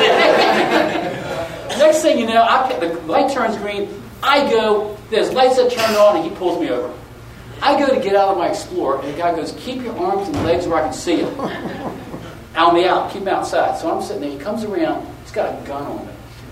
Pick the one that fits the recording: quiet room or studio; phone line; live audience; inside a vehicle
live audience